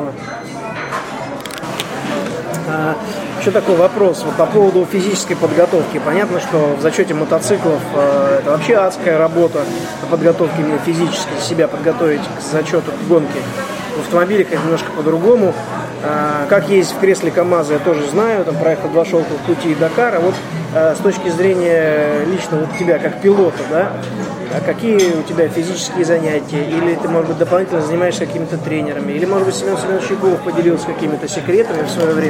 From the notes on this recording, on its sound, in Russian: был записан в одном из московских кафе